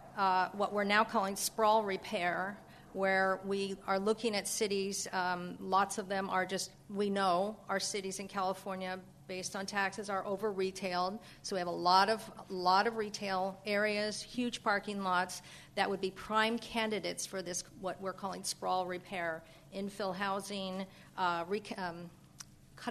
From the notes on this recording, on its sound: This program was recorded in front of a live audience at The Commonwealth Club in San Francisco on July 7, 2009